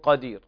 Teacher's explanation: والوقف على الراء بالترقيق